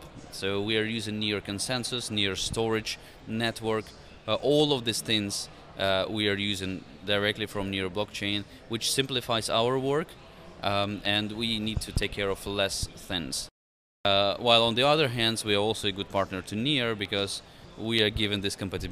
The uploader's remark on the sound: Live from Consensus 2023!